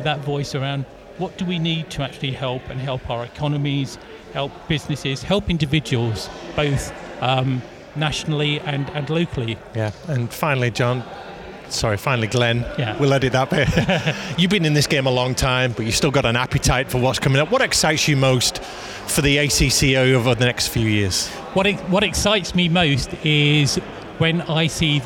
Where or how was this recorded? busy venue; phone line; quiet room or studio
busy venue